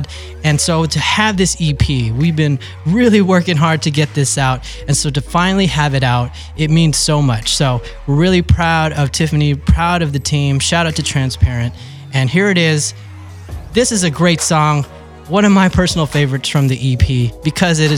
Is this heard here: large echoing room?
no